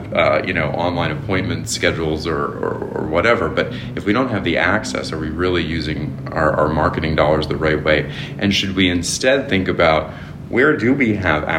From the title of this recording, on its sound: Live from HMPS23 in Austin, TX